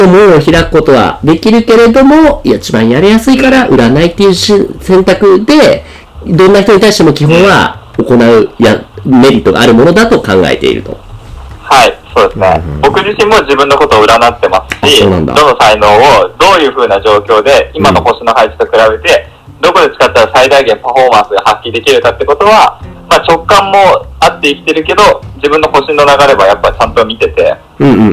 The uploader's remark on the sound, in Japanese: 今回機材トラブルで音割れが発生しております